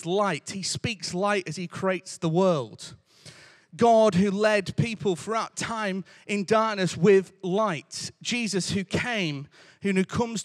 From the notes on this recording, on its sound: Recorded live at Life Church Lancashire on Sunday 18th December 2022